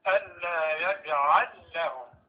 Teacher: قرأ السوسي بإدغام اللام الأولى بالثانية